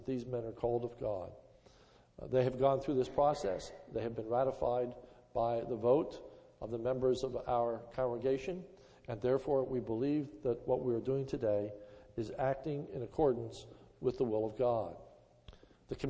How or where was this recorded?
large echoing room